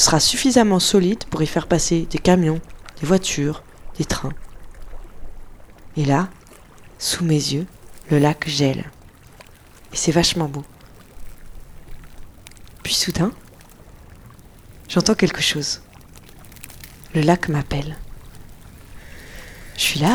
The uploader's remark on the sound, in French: Un jour j'étais en Sibérie, au bord du lac Baïkal, et j'ai voulu enregistrer le son de la glace qui se forme.